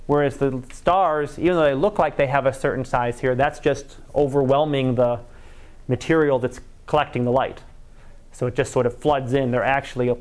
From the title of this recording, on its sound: Live Class Lecture